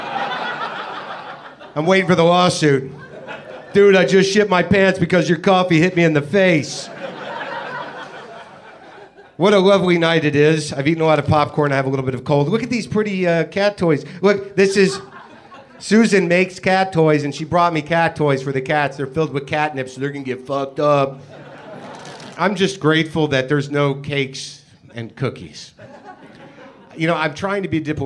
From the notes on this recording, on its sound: It's live WTF from The Steve Allen Theater in Los Angeles.